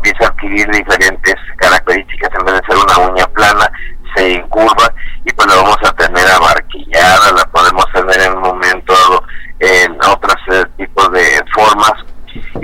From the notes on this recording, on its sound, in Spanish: entrevista telefónica exclusiva